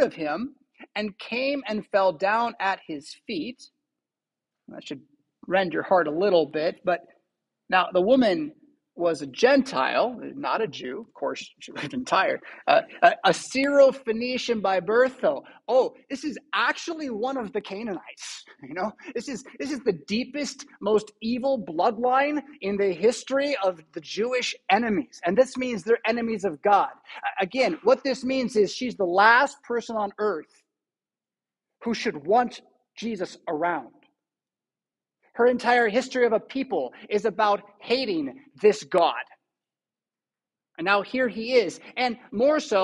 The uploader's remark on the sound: Preached at St Paul Lutheran Church , Rockford, Illinois on March 12, 2023.